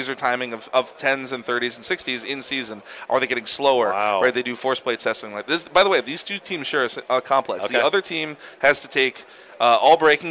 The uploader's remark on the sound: Live from the ABCA Convention in Dallas. From our podcast stage in Dallas, we worked to capture the energy.